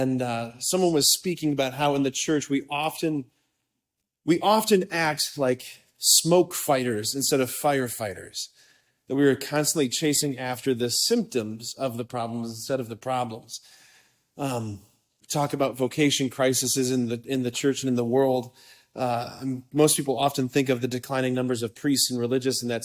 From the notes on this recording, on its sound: preached this homily on May 19, 2023 at a Date Night hosted at Sacred Heart of Jesus Catholic Church in Wadsworth, OH.